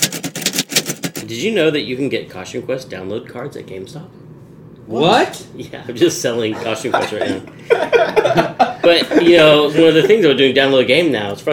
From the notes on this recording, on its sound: Still only have the one mic though.